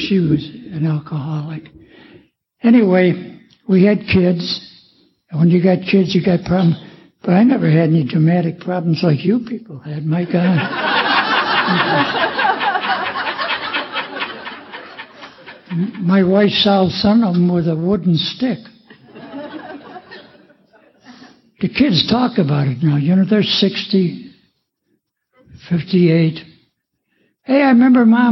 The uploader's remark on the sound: In this recording from the 2010 AA Woodstock of the South